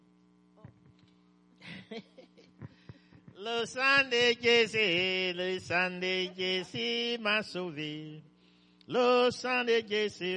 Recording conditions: large echoing room